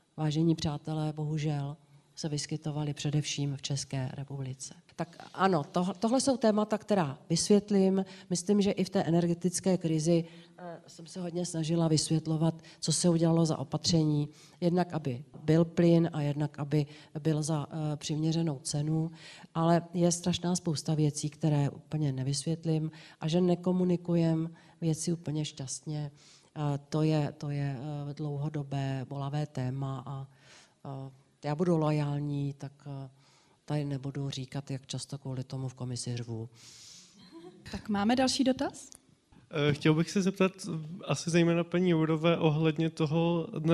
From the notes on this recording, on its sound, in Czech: Natočili živě s publikem v pražském Divadle Na zábradlí.